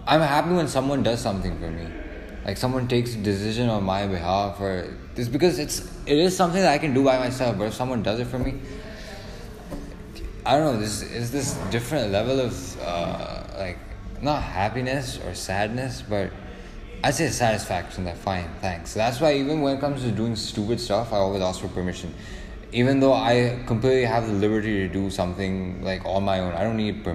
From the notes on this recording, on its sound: I performed a RAP song live in front of hundreds of people.